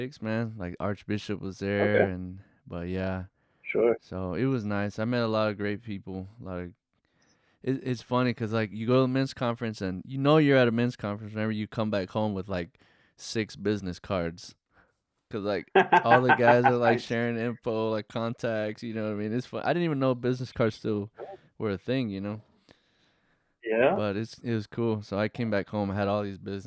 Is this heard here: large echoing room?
no